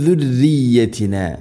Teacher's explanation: ദുർരിയത്തിന റായിനെ തർക്കീഖ് ചെയ്യണം, നേർപ്പിക്കണം.